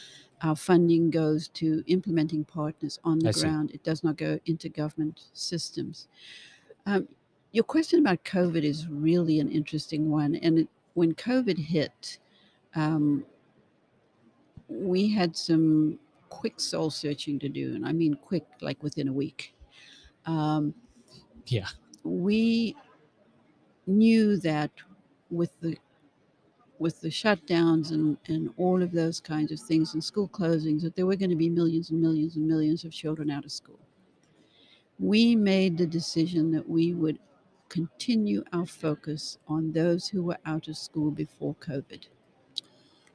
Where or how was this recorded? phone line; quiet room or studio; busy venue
busy venue